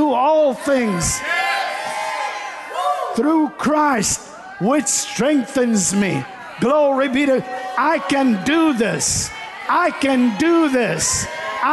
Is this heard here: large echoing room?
yes